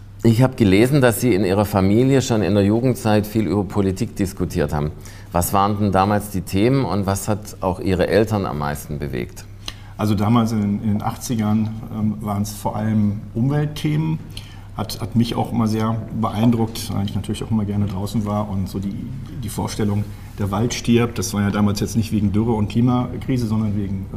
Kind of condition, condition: setting, busy venue